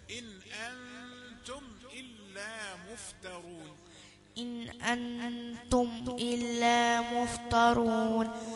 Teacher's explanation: إن الأولى ليس فيها غنة، ما نقولش إن أنتم، لا، إن أنتم، النون الثانية في أنتم هي اللي فيها غنة · Term: غنة الإخفاء